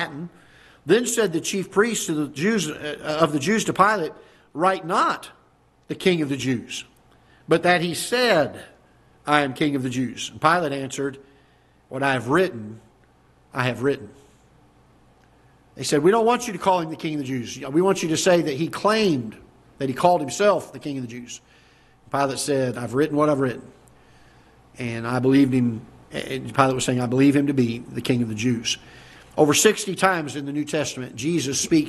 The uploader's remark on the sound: Ketha Heights Baptist Church ~ Live Broadcast